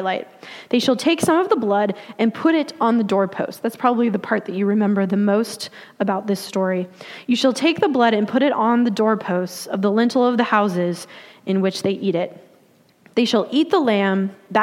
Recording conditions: large echoing room